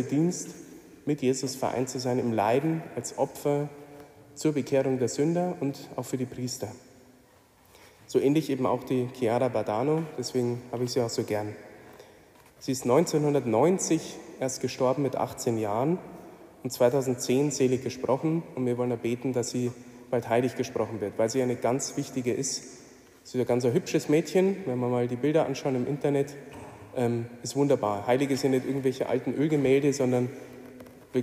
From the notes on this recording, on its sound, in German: Die Predigt hielt ich bei der "Nacht der Anbetung" in Wolfsburg.